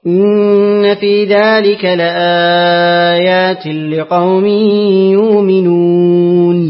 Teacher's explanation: توسط البدل مع توسط العارض لورش